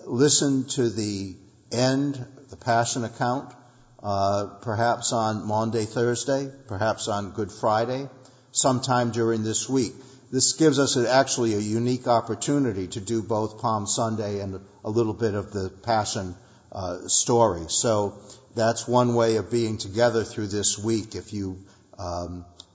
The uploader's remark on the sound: Sunday Worship. Our worship service at the Old First Church in Bennington, Vermont.